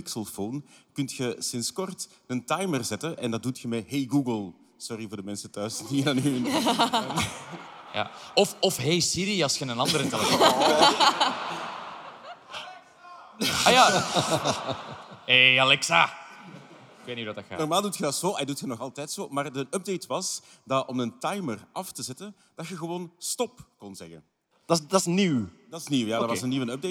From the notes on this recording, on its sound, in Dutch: Live op Nerdland Festival. Een nieuwe podcast, live vanop het Nerdland Festival!